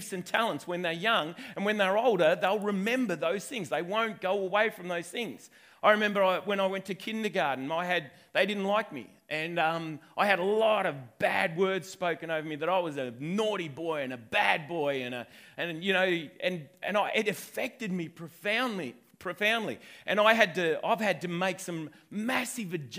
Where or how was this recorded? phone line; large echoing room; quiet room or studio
large echoing room